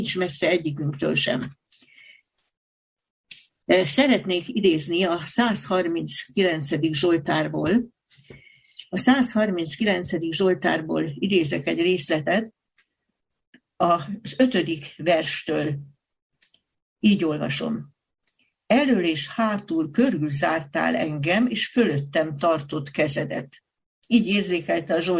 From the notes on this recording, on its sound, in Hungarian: Sola Scriptura TF – Budaörs – Zoom előadás.